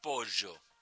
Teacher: That's the voiceless version of yeísmo. In Argentina, over the past 30 to 40 years, especially in the Rio de la Plata area, we've been moving more and more towards the silent, the voiceless version of this sound.